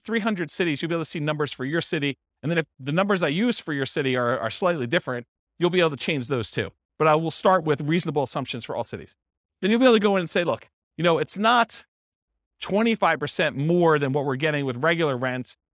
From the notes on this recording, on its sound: This was a live class recorded.